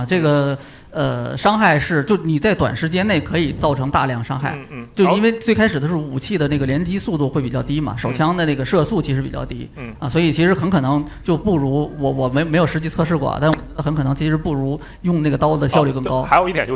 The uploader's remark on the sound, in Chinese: 上周六，我们为上海地区的玩家朋友们带来了一场线下活动，本场活动也在UCG的B站直播间进行了直播。我们和现场以及直播间的观众们一起。